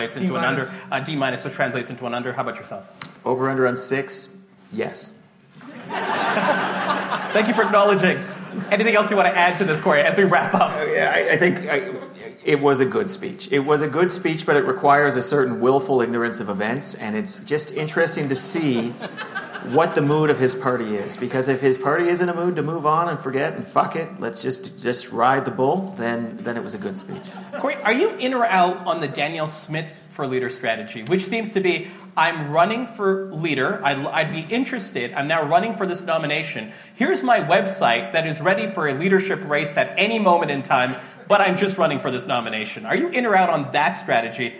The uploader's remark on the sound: live show recorded in Calgary, Alberta